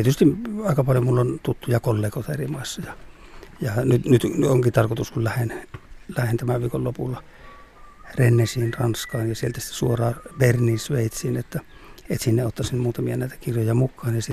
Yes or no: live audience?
no